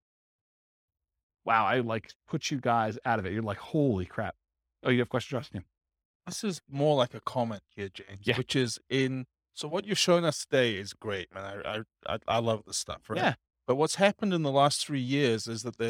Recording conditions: live audience